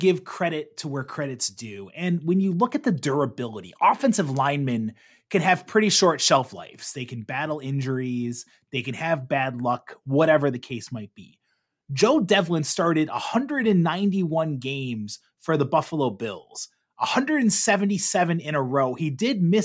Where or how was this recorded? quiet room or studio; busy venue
quiet room or studio